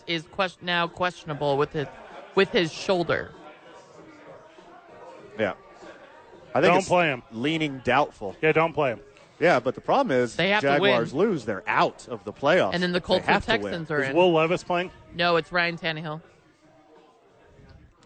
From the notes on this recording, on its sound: live from Safe House